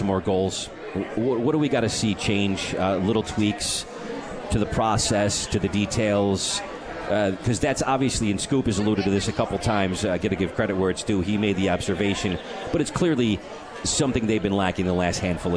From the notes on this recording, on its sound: on KROCK at the 72 Tavern & Grill